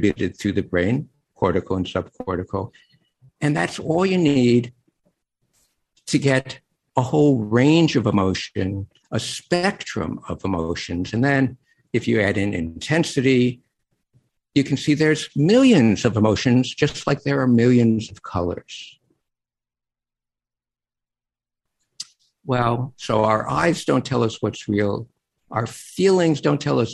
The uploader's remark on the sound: This program was recorded via video conference. By the Commonwealth Club of California.